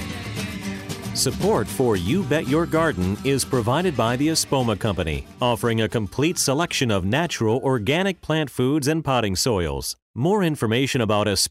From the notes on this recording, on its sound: your fabulous phone calls!